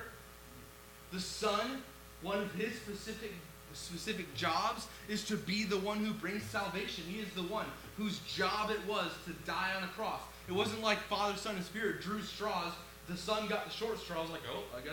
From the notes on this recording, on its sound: WARNING: LOW AUDIO VOLUME.